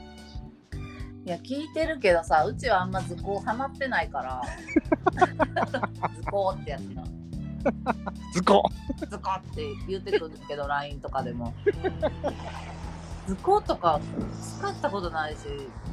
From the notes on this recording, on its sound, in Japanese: 散歩しながらの収録でめちゃんこ電波とぎれるやん